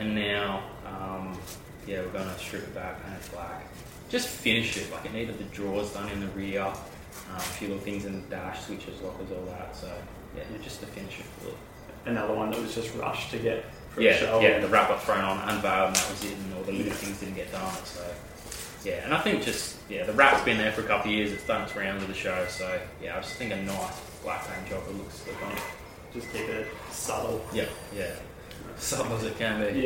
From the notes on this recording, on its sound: SORRY FOR THE AUDIO ISSUES I HAVENT HAD ANY LUCK FIXING IT